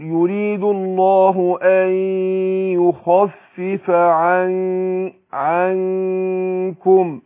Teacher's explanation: يبقى انا بخفي النون في نفسها وبعدين اتي بالكاف · Term: الإخفاء